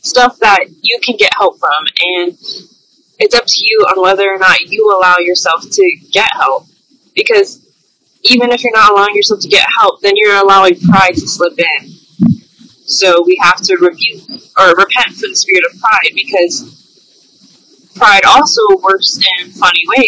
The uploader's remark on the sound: Although this episode is not high-quality audio, it is more authentic as if you're on the phone with her.